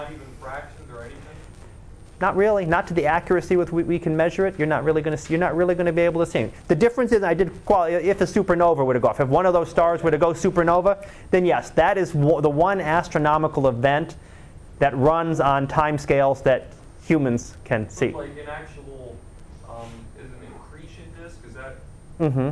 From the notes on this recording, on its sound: Live Class Lecture.